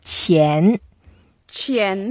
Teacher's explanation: So qian, that is the second tone. So we go up